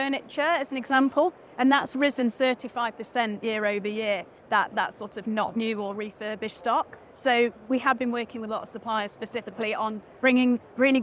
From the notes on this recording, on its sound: This episode of the RETHINK Retail Podcast was recorded live at the Retail Technology Show in London, U.K.